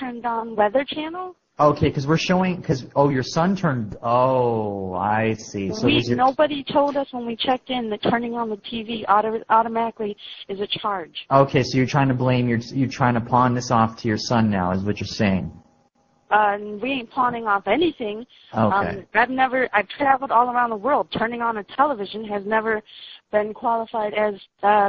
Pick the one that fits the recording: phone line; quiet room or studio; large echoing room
phone line